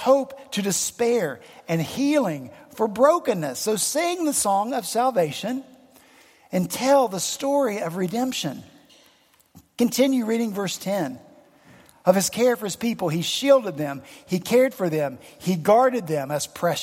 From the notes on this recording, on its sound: at Redeemer Presbyterian Church in Charleston, SC